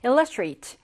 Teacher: 맨 앞에 강세가 오는 걸로 읽어야 될 것 같고요